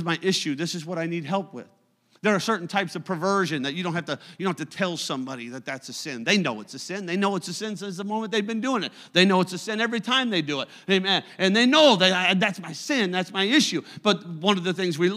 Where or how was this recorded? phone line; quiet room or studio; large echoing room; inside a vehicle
large echoing room